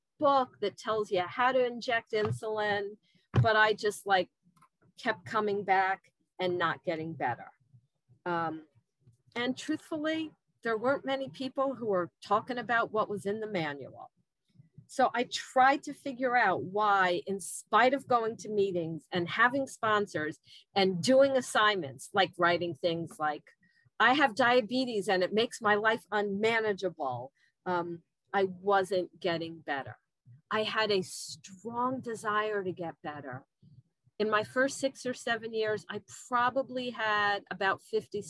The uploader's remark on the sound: Recorded at Steps 1 - 3 Workshop on June 19th, 2021 Meeting ID: #89009